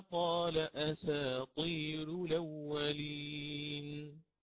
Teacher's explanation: فأتيت بترقيق الراء ثم بالنقل هنا في الأولين